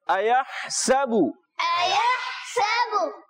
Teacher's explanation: हा की अदायगी क्लियर रखनी है हलक के दरमियान वाले हिस्से से और सीन की अदायगी सीटी के साथ